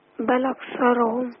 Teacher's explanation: هنشيل الهمزة، الهمزة عليها حركة ايه؟ فتحة. ايوه. الفتحة دي هنحطها على اللام